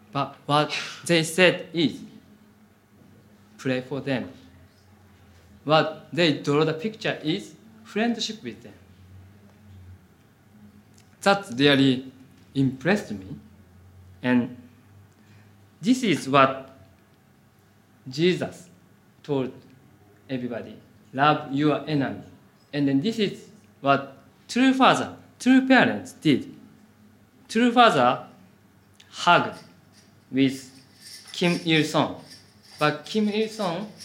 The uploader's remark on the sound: Audio from a sermon in Hatch End